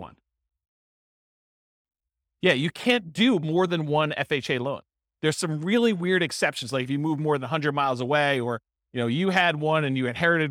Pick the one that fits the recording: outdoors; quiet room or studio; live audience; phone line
live audience